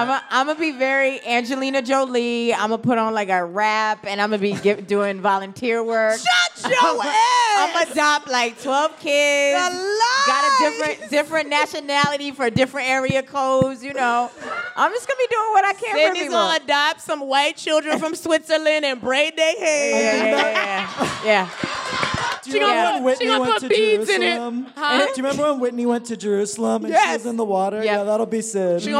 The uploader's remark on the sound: LIVE at Housing Works Bookstore Cafe